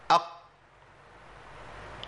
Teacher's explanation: هتلاقي اقصى لسان هو اللي ملتصق بسقف الحنك · Term: مخرج القاف